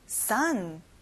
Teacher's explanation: O가 있지만 어 소리가 안 나고 아 소리가 나요. Son. That's right.